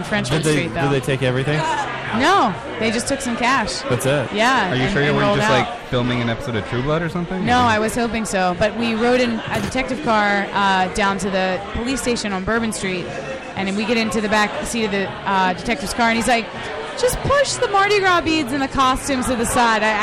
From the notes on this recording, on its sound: We are live from the K&A Finale party!